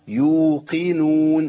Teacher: القاف مكسوره لكن لا تنزل الى الكاف ولا ترقى بمرتبه تفخيميه عاليه · Term: قافات مكسوره